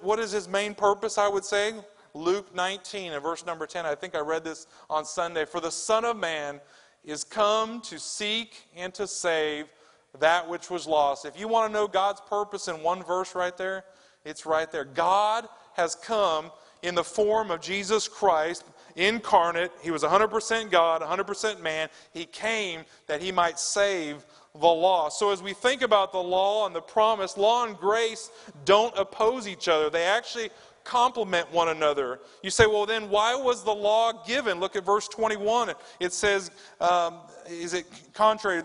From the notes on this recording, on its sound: Wednesday evening service preaching from the pulpit of Woodland Baptist Church – Winston Salem, NC